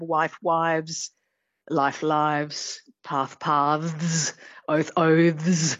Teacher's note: they would turn into voiced things when they were flanked by voiced sounds like vowels